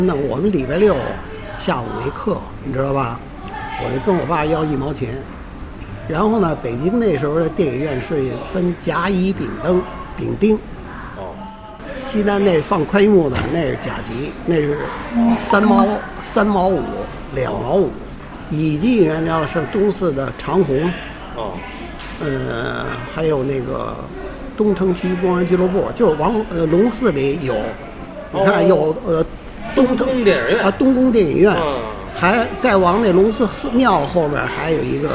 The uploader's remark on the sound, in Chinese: 因为特殊原因，访谈的地点只能在一家披萨店里，环境音失控，本期节目的声音质量不佳，恳请听友们包容！